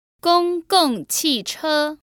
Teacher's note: That's a first tone, two fourth tones, and a first tone.